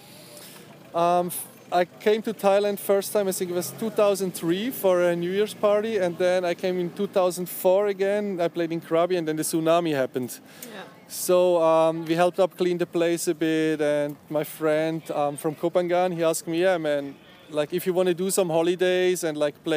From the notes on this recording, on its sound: In this podcast interview which was recorded during the Noisily Festival in the UK.